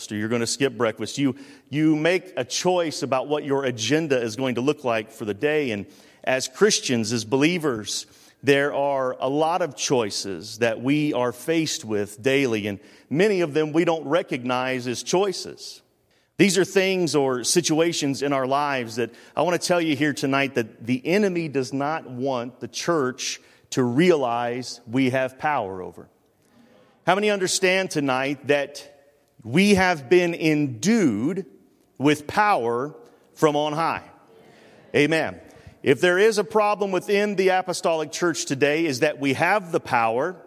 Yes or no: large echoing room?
yes